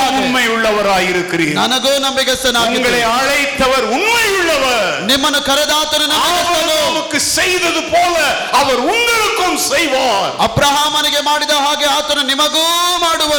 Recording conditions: large echoing room